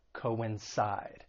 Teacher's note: For pronunciation, the verb has three syllables. The stress is on that third syllable, coincide. And just keep in mind the C-O-I-N, it's not pronounced as coin, two different syllables, co-in, coincide, to coincide with something.